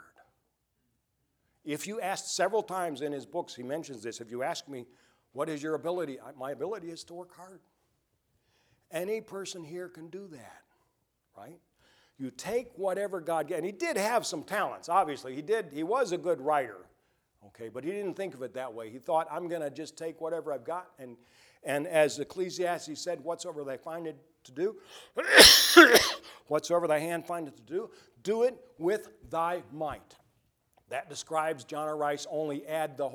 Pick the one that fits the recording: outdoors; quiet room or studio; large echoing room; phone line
large echoing room